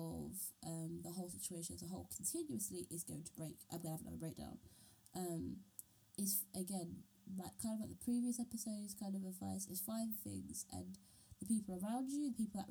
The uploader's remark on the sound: My mic broke....we're gonna have some funky audio for the next few episodes folks.